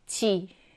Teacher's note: 이는 발음할 때 혀의 최고점이 앞쪽에 있는 전설 모음이다